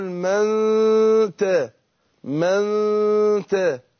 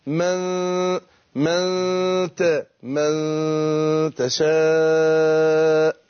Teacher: ولذلك ان العلماء يقولوا ايه ان المخرج اللسان عند الاخفاء بيكون في تجافي بين طرف اللسان اللي هو في مخرج النون يعني وبين اصول الايه الثنايا العليا بيكون في تجافي في ايه مسافه بسيطه. · Term: إخفاء النون